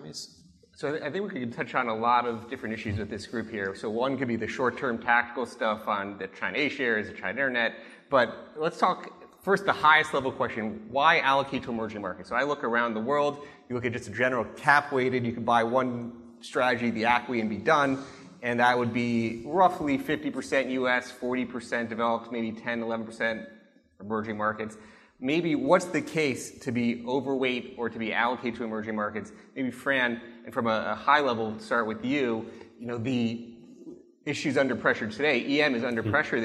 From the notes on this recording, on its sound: Then you'll hear a panel from the IMN Conference.